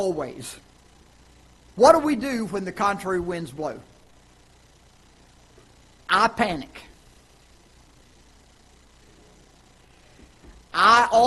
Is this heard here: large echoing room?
yes